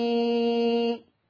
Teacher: يبقى معنى كده انك عايز تقول انك قصيت الكلمة حتتين. الياء اللي قبل الهمزة هتتمد 6. النبي، ادي كده 6 الياء اللي قبل الهمزة.